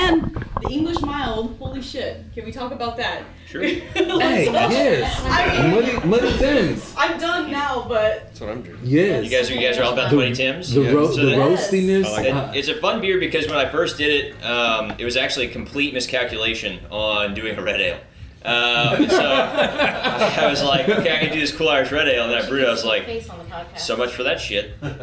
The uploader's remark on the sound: we recorded at Back Pew Brewing in Porter, TX for their 5 year anniversary